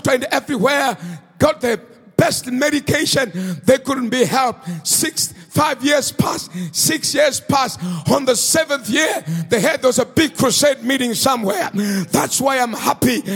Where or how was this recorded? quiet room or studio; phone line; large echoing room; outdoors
large echoing room